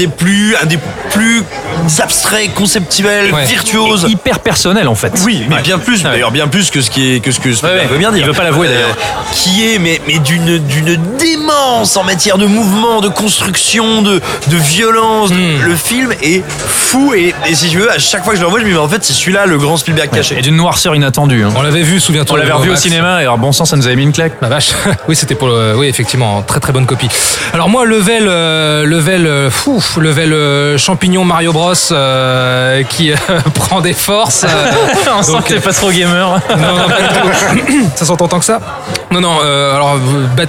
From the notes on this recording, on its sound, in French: Enregistré au Grand Bréguet (17 Rue Breguet, 75011 Paris)